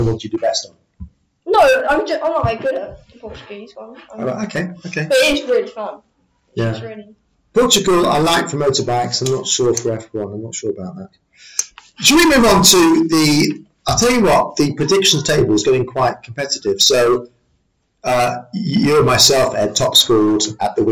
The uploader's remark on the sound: After a few technical difficulties over the last few weeks, we are back on air as a podcast and radio show, apologies for the poor sound quality, but it's better than no show at all!